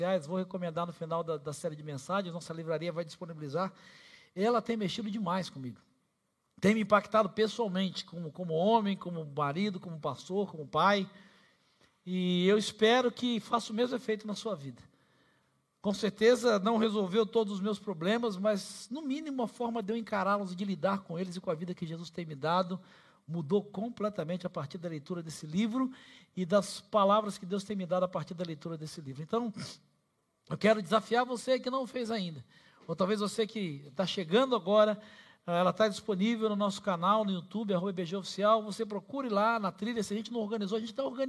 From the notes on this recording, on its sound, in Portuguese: Celebração ao vivo